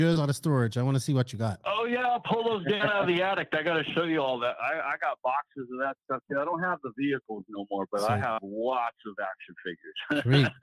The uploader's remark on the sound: here is the audio from the live NNRC Hotline this week